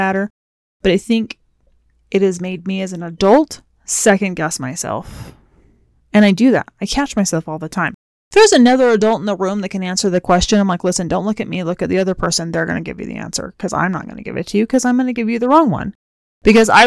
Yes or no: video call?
no